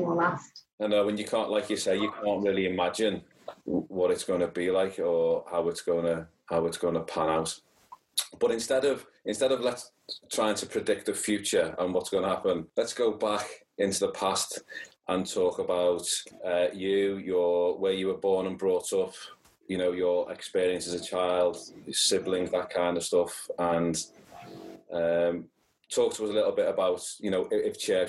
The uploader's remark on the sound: We'd like to apologise in advance for the lower sound quality and also the noises that happen as apart of recording over the internet.